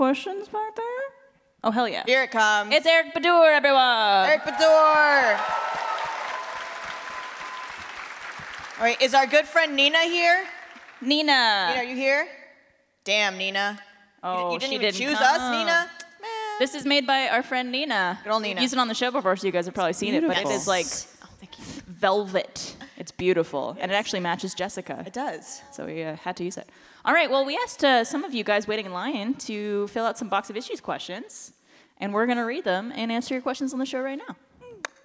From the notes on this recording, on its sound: for this episode of Always Open live from RTX!